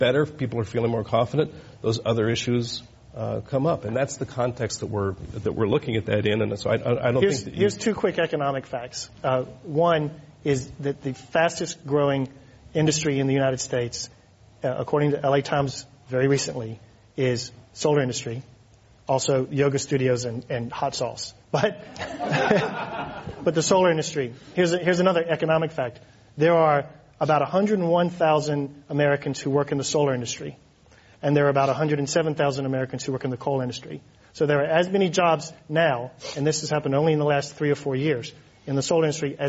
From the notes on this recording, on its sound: This program was recorded in front of a live audience at The Commonwealth Club of California in San Francisco on April 19, 2012.